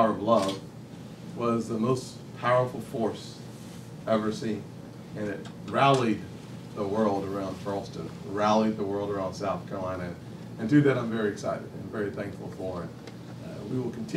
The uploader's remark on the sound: WASHINGTON, DC. Appeared before a lunch meeting of The Ripon Society.